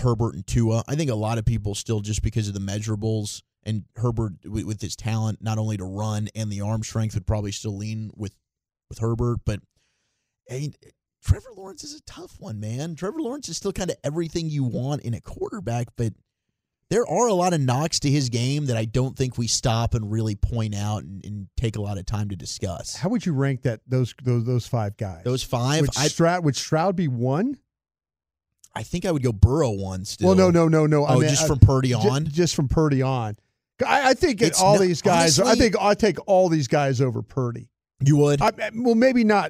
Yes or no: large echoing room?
no